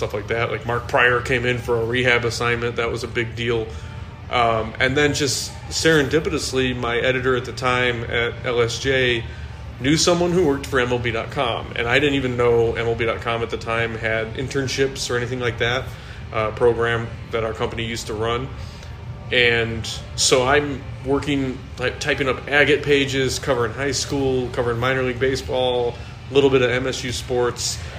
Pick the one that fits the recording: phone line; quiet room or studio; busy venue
busy venue